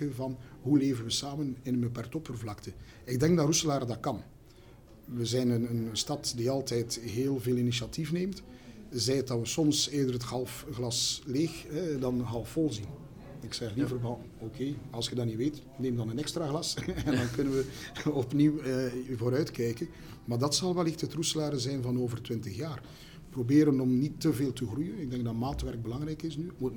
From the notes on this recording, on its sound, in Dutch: Deze aflevering werd live opgenomen tijdend het #IRSL evenement.